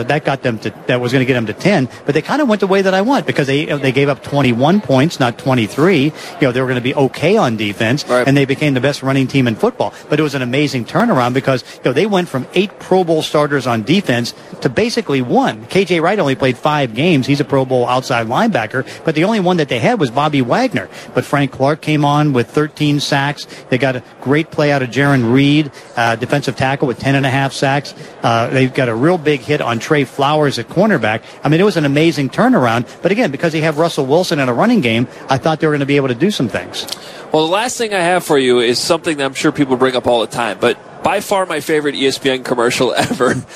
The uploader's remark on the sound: Live From Radio Row